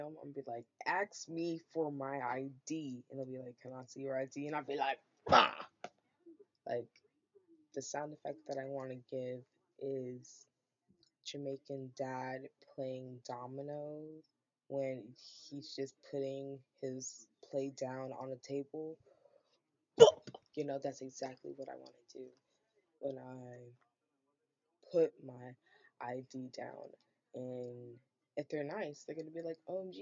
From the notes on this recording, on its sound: My audio is bad now, but wait till i get my tiny mic.